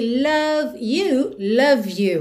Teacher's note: Lembra que o é final de love, não é pronunciado, então você já junta o V no you